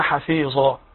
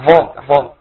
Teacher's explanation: والصحيح ان يخرجوا لسانهم مع أطراف الثنايا العليا عند النطق بالظاء. · Shown in: second take